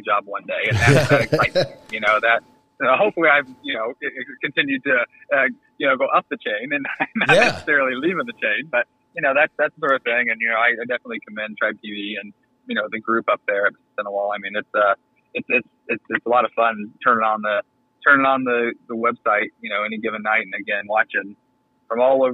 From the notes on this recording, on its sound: called into the garage